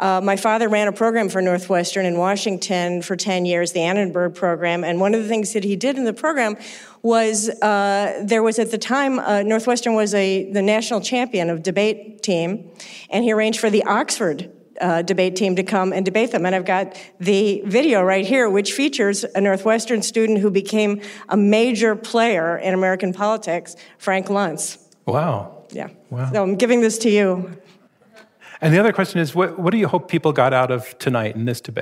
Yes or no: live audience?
yes